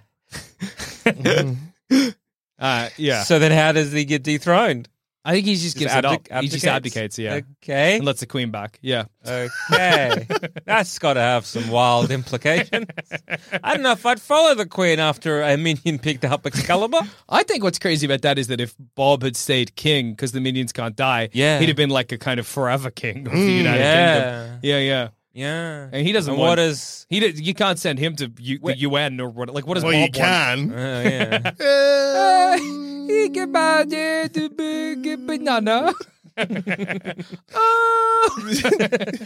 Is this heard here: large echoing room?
no